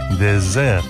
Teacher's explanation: La diferencia consiste en que désert, desierto, se pronuncia con una S sonora, como la que antiguamente tenía el castellano, pero ya no, y que, por ejemplo, siguen teniendo en su sistema fonológico el catalán valenciano o el portugués.